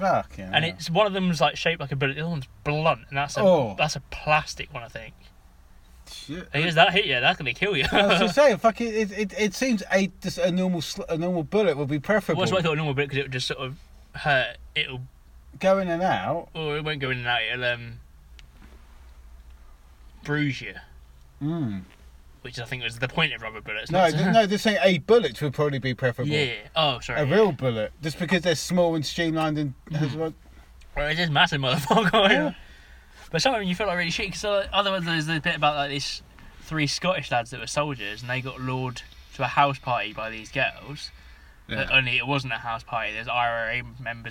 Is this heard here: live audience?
no